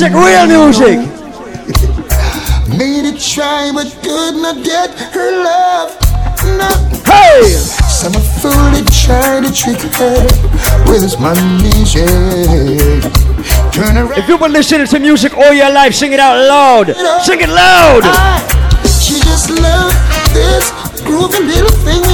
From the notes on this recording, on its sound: LIVE IN THE BRONX, NYC. Segment from the Tranquility Lounge Round Robin in the Bronx, NY on Wednesday, May 11, 2016.